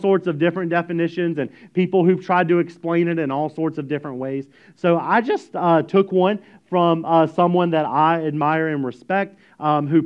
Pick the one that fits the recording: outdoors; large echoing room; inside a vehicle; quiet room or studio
large echoing room